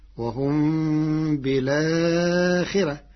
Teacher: قرأ ورش كلمة بالآخرة بنقل حركة الهمزة إلى الساكن قبلها مع حذف الهمزة فتصير وهم بالآخرة مع ترقيق الراء لكسر قبلها.